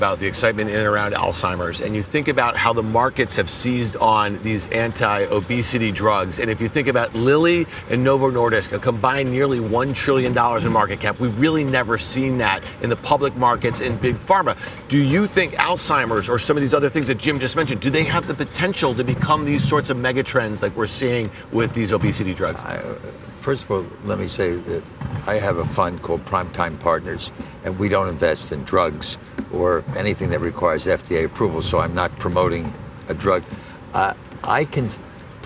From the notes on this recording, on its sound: we’re back for a second day at the iConnections Global Alts Conference in Miami Beach